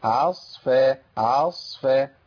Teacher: كتير من الناس كان بيفخم العين، والعين عندنا حرف من الحروف المرققة